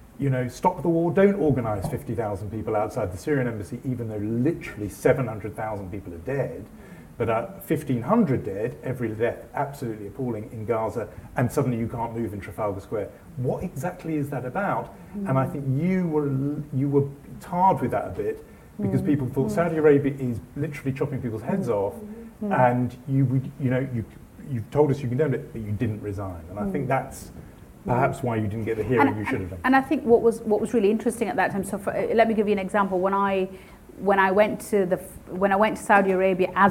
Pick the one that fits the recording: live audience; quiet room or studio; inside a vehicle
live audience